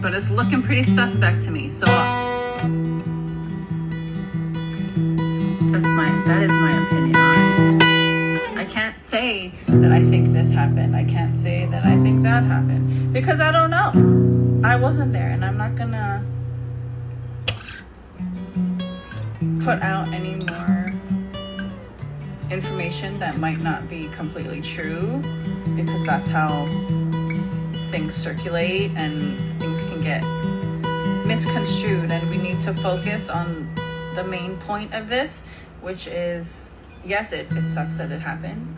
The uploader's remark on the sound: Improve iphone recording using my old acoustic guitar while some horrifically sad news is playing in the background.